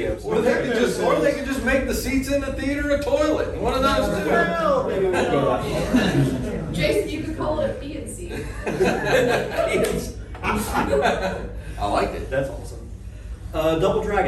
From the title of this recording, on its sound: Pensacon 2023 Panel